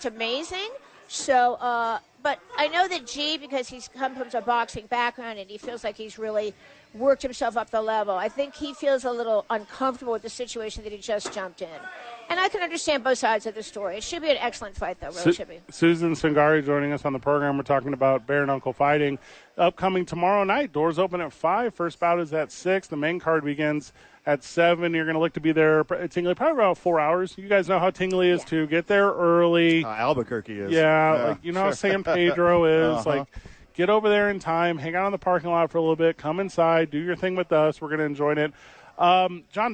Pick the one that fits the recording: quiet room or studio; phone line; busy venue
busy venue